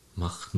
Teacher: das E nicht zu sprechen, sondern von dem Konsonanten vor dem EN direkt aufs N überzuwechseln